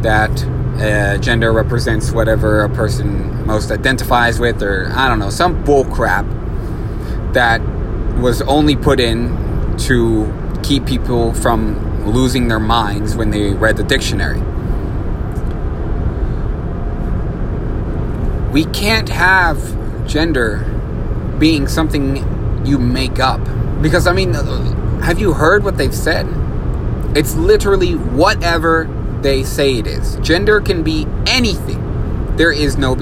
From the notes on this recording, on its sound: This episode was recorded in my truck